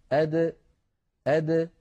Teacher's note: أما صفات الحروف التي لا ضد لها فقد اتصفت الدال بصفة واحدة منها، وذلك إذا سكنت، وهي صفة القلقلة. فالدال من حروف قطب جد، فهي حرف مقلقل إن سكن، هكذا أد أد، لابد من إخراجها بالتباعد بين طرفي عضو النطق بدلا من التصادم بين طرفي عضو النطق حتى تظهر قلقلتها وتزول منها شدتها التي تزعج جهاز النطق عند الإنسان لو أخرجها بالقرع عند طرفي عضو النطق.